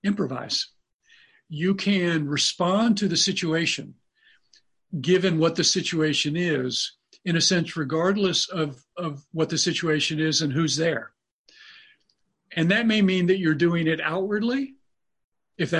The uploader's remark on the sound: In a forum held by the MRO’s Diamond Net initiative. With 98 people joining from their personal quarantines over Zoom. The full 90 minute recording of the Zoom session.